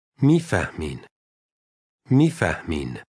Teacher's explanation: Notice the slight stop or breath in the middle of this word.